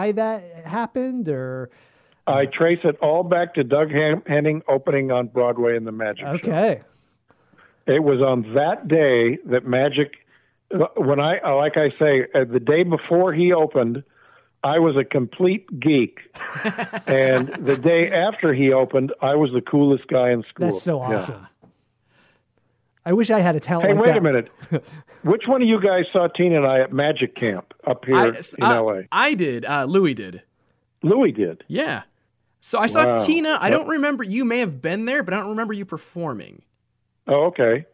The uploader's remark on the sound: an over the phone chat